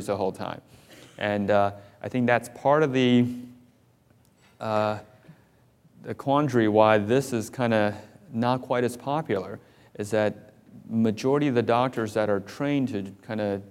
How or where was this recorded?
live audience